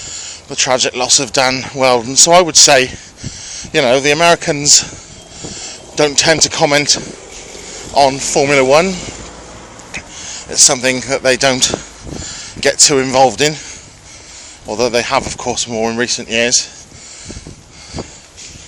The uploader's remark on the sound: Join me on another walk to work